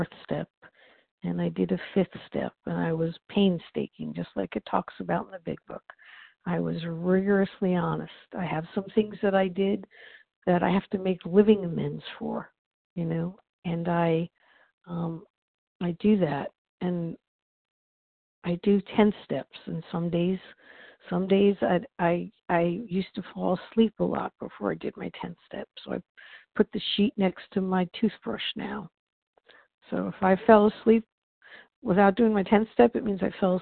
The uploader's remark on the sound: 100 Pounders Phone Meeting